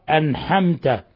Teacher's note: وهذا كما قلت من فعل الأعاجم وأشباههم لصعوبة مخرج العين عندهم، فغالبا عندهم ما تخرج حاء أو تخرج هاء. ولهذا قلت ومن الأخطاء قلب العين حاء